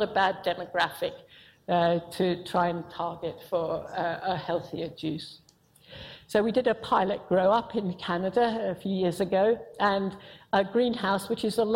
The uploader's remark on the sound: IFE Grand Challenge Lecture, recorded 1 November 2018 at QUT